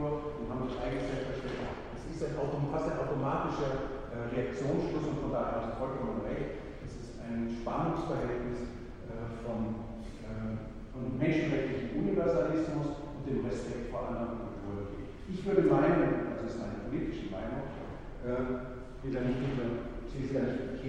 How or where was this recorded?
large echoing room